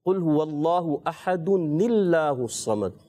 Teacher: तो ये कायदा इस तरह है, अहदुन, ये अहदुन की नून है, उसको ज़ेर देकर अल्लाह के नाम से मिलाते हैं